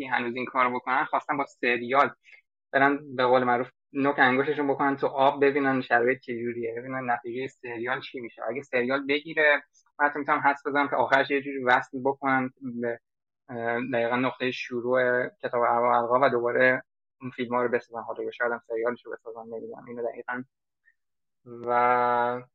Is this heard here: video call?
yes